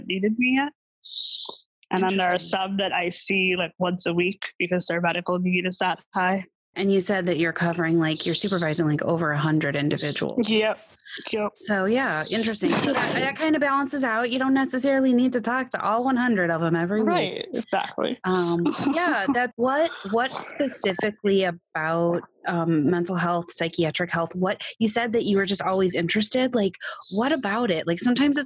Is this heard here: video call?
yes